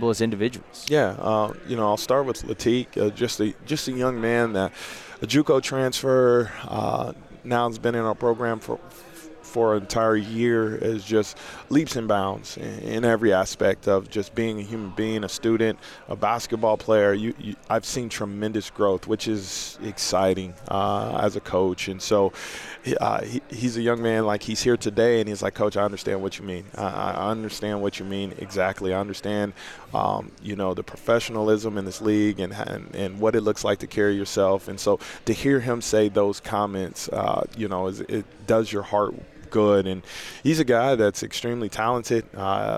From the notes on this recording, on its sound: LIVE from MIAA Basketball Media Day in Kansas City!